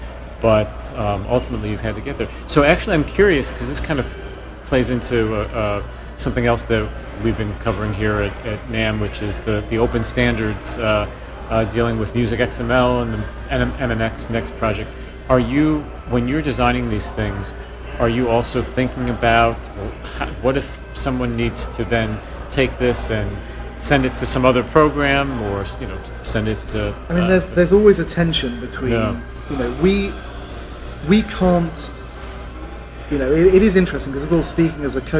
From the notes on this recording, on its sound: Apologies for the background noise — NAMM is not a quiet place!